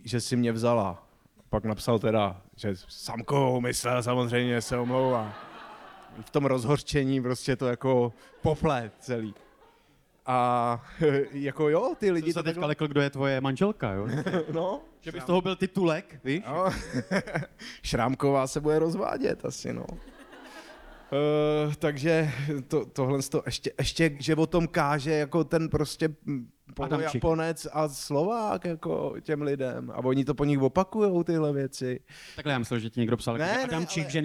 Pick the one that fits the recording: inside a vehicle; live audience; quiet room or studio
live audience